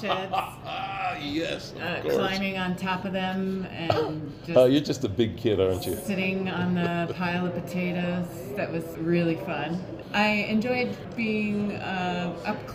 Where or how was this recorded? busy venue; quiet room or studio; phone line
busy venue